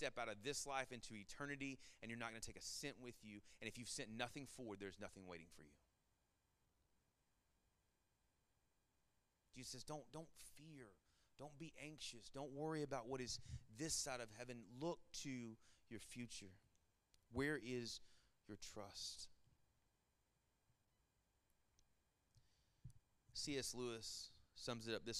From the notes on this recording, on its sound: Sermon Audio from our Worship service